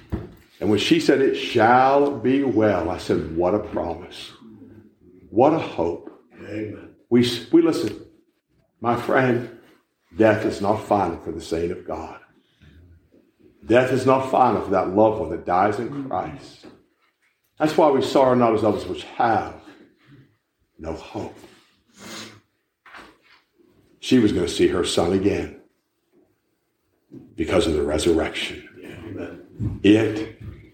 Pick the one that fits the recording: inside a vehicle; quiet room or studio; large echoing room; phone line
large echoing room